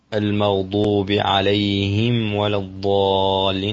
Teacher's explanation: الميم الساكنة بعدها الواو حكمها الإظهار